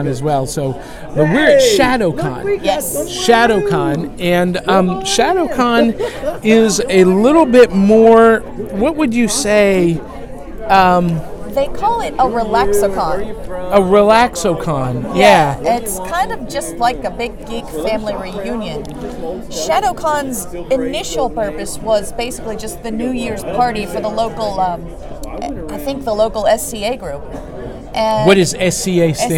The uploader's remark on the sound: Live from ShadowCon 2018!